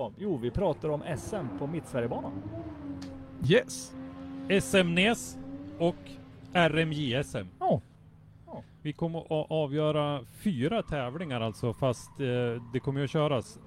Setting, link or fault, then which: setting, busy venue